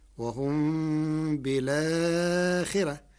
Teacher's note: قرأ ورش كلمة بالآخرة بنقل حركة الهمزة إلى الساكن قبلها مع حذف الهمزة، فتصير وهم بالآخرة مع ترقيق الراء لكسر قبلها.